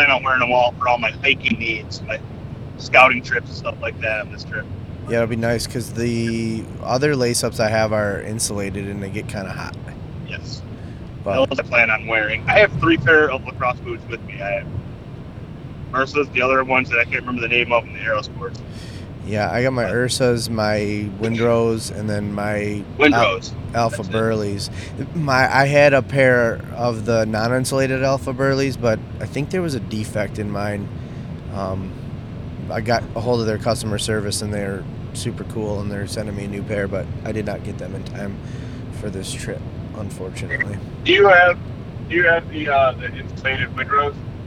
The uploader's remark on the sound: We are on our way to our 1 week in November public land hunt and recorded our first episode of the trip in our vehicles.